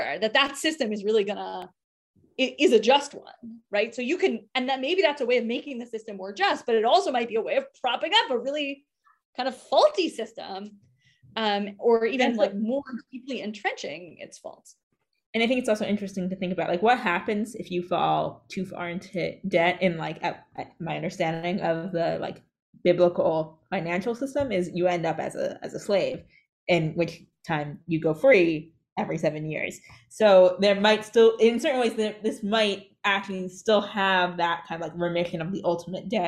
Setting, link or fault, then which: link, video call